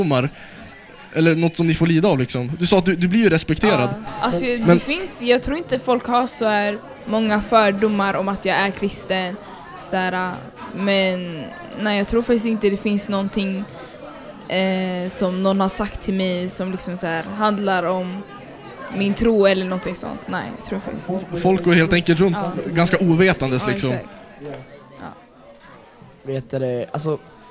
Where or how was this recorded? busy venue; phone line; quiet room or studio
busy venue